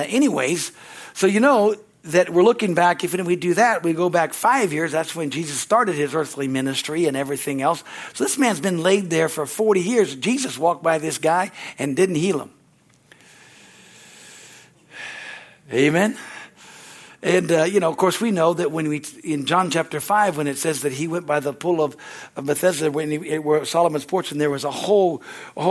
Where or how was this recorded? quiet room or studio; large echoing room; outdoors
large echoing room